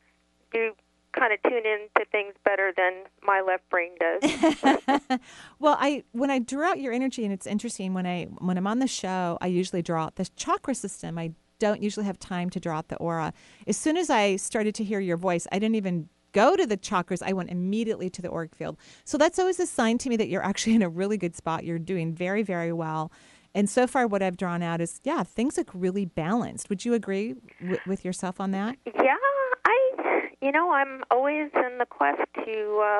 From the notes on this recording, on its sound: took calls today from Spain, Arizona, Washington, and California